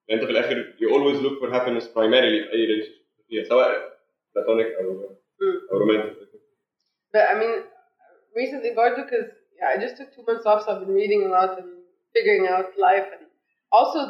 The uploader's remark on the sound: The sound quality is not ideal in this episode, but we have since worked out the issue.